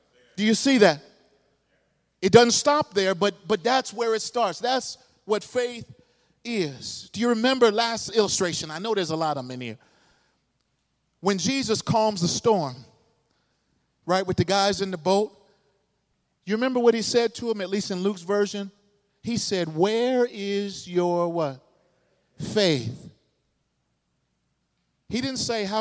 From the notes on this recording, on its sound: This sermon was delivered at New City Fellowship West End in St. Louis, MO.